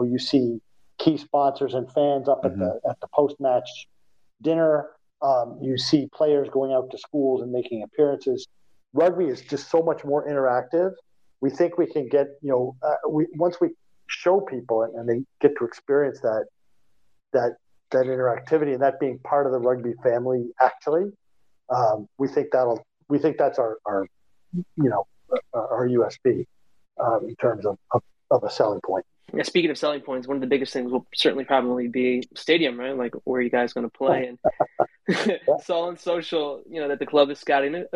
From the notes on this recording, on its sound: On this replay of Twitter Spaces' US Rugby Happy Hour LIVE